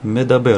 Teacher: шва, который мы слегка слышим, какой-то такой короткий звук э